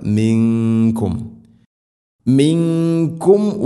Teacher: ഇഖ്ഫാ ബിഗുന അവ്യക്തമാക്കി മണിക്കണം